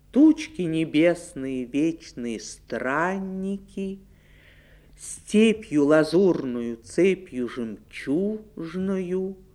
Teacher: Само название подсказывает нам, что эта рифма связывает слова с ударением на третьем от конца слоге. · Term: Дактилическая рифма